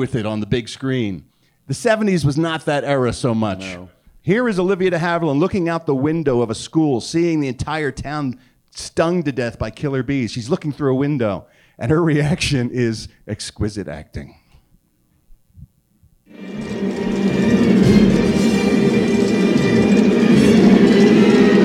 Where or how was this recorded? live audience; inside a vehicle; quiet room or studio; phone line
live audience